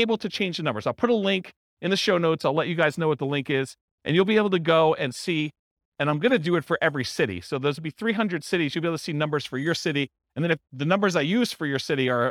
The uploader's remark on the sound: This was a live class recorded